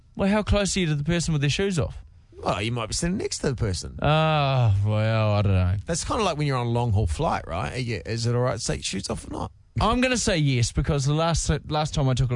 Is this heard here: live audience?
no